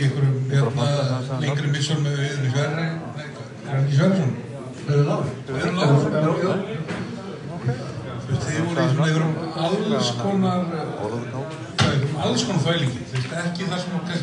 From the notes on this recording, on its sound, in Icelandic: Já, þessi þáttur var live og við viljum benda á að hljóðgæðin eru ekki frábær. Þátturinn endar fremur snögglega en það var út af þessum margfrægu tæknilegu örðugleikum.